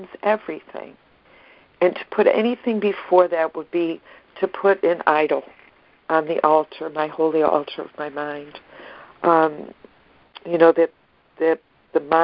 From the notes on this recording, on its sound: ACIM Daily Conference Call